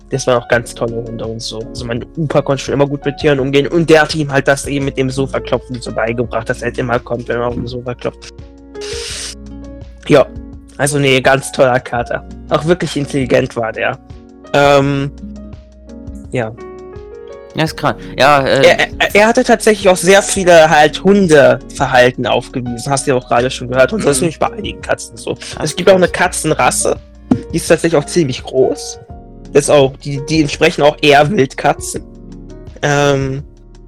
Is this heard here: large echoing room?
no